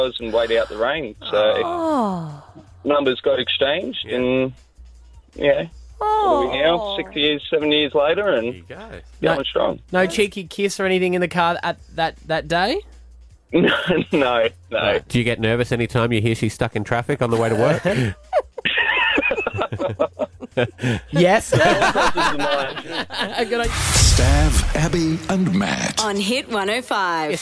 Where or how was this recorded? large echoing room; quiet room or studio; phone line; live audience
phone line